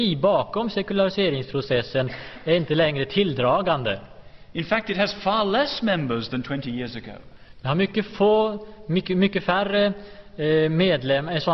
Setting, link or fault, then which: setting, large echoing room